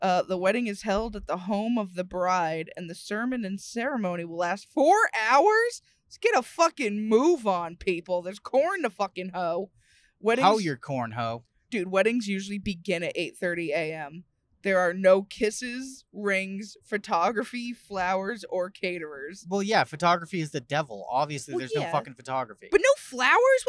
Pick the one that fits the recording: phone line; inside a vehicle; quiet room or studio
inside a vehicle